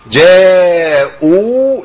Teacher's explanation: لازم ابين الواو ديت، لان دي واو اصلا، دي واو ايه؟ واو بدل، ولازم تتمد قد ايه؟ حركتين اتنين